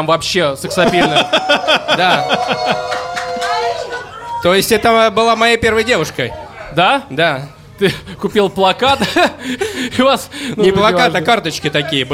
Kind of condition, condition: setting, live audience